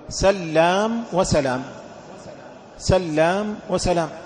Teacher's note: سلام بتشديد اللام وسلام بتخفيفها